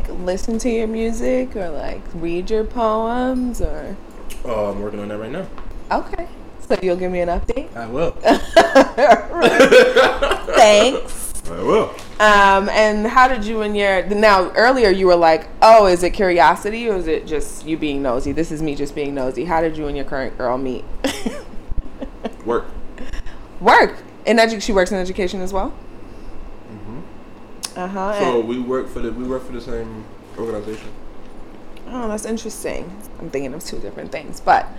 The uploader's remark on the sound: Beware of fluctuating audio levels.